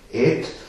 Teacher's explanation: da wird das Aleph wirklich als E gesprochen. Als klares E.